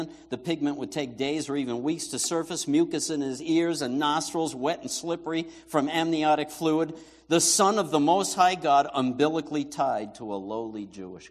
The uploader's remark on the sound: Christmas Eve Candlelight Service